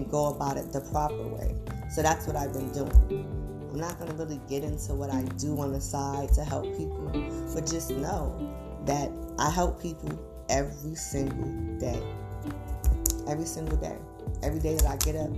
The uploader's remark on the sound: there are two different background sounds couldn't change it before uploading sorry